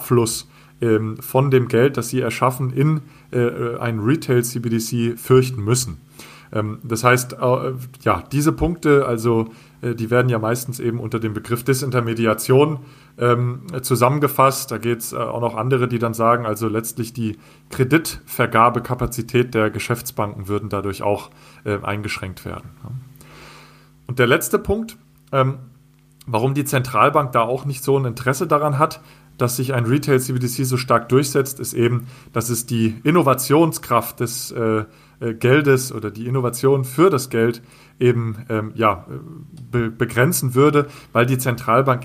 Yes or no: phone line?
no